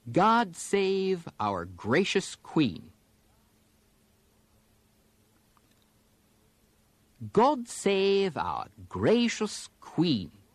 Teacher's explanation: Now, even when there aren't a lot of really expressive upward glides, the English use a bit more downward glide than Americans do. Let's use the words of the national anthem to illustrate this, alternating American and English pitch styles.